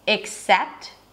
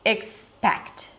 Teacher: So it begins the same, except, the second syllable is sept, and in the word expect, the second syllable is spect. So we have that P sound in the middle.